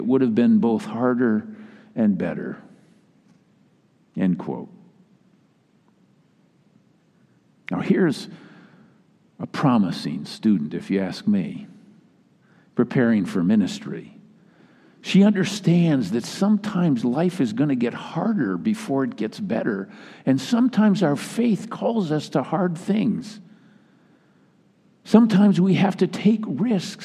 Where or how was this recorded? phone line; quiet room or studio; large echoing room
large echoing room